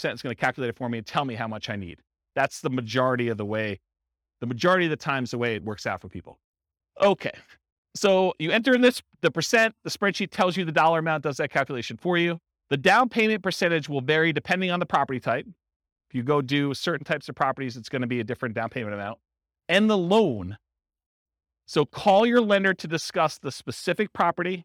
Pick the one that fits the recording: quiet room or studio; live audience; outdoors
live audience